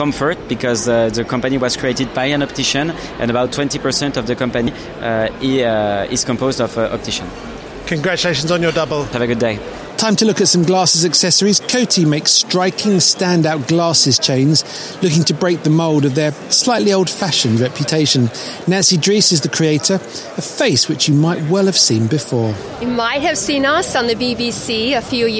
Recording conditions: busy venue